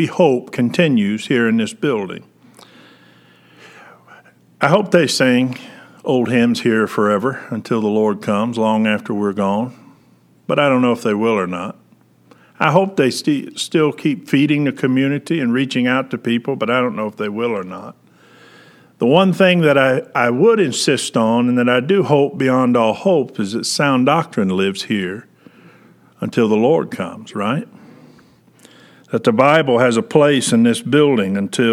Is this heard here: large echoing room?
yes